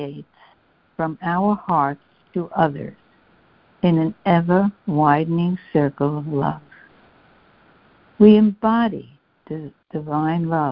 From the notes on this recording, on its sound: CONF CALL. Students are joining together on a Free Conference Call.